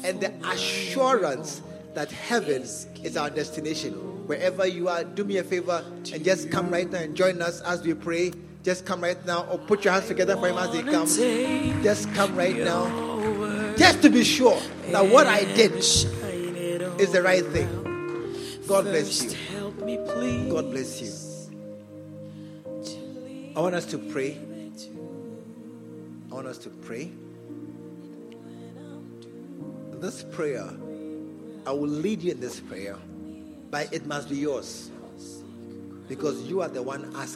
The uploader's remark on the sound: Preached at the True Vine Cathedral, Bantama